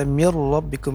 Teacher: Kemudian ada nun sukun bertemu dengan huruf ra pada kata mirrabbikum, ini idgham tapi idgham bila, bila gunnah. Bila gunnah artinya tidak boleh berdengung ya, tidak panjang. Kemudian ada nun yang bertasydid lagi pada kata an, namanya gunnah musyaddadah.